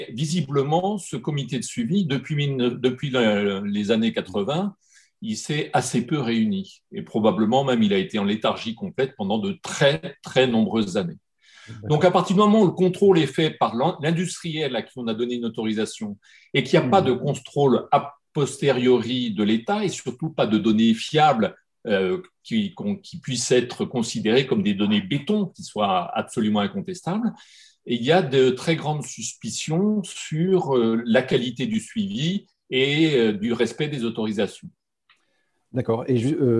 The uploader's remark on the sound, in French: 9 avril 2021 en visio